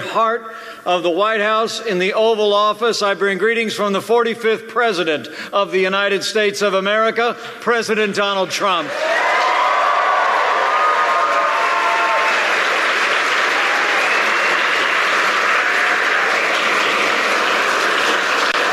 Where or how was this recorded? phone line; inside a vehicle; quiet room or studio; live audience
live audience